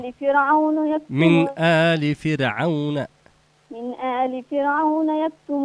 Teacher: الراء مرققة دائما في فرعون